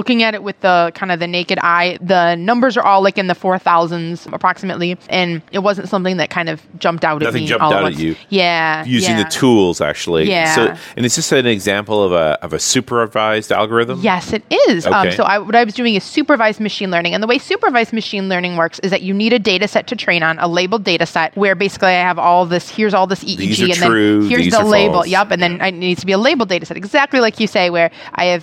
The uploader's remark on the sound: while at the NDC conference in Oslo